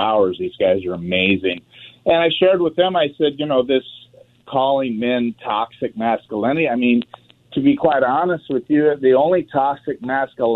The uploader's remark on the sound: Listeners call in and give their thoughts on the survey.